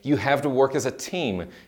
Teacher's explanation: Although we're used to learning that to is pronounced with a T sound at the beginning, we often see it being pronounced in other ways. It's very common to hear the T sound being reduced when to is just part of a larger structure in the phrase · the T almost sounds like a D, just a quick little tap of the tongue behind your upper front teeth. This is because to is unstressed in the phrase.